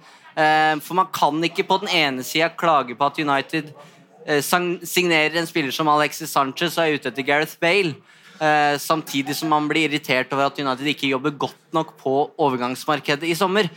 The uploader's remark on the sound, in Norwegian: satte vi oss ned foran publikum på puben Scotsman i Oslo